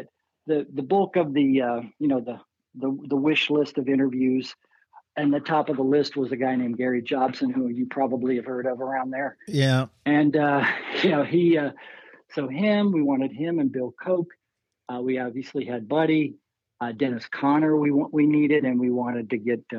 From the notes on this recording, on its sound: Annapolis Film Festival. We had the opportunity to hop on the phone. Maryland Hall (Main).